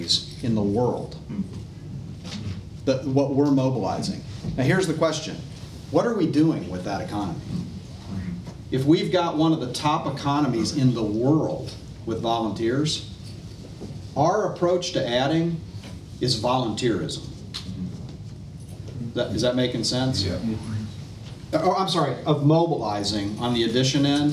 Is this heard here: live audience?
yes